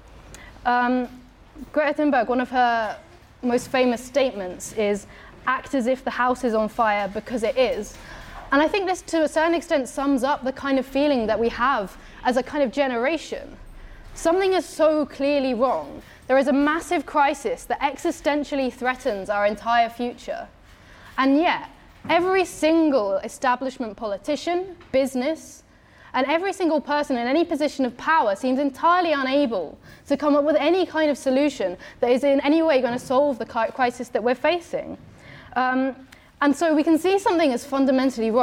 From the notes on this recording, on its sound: talk from Revolution Festival 2019